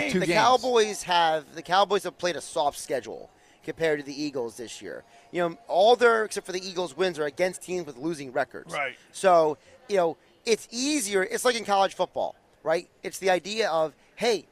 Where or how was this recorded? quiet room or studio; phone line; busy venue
busy venue